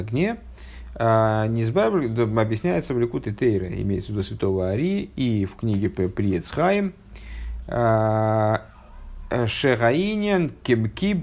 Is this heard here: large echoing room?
no